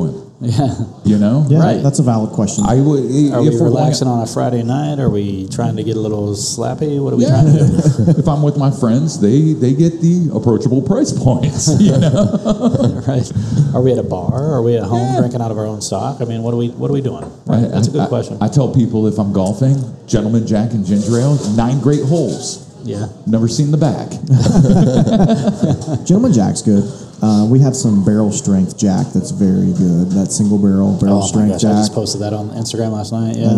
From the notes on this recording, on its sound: sit down live at Cafe Round II in Grandview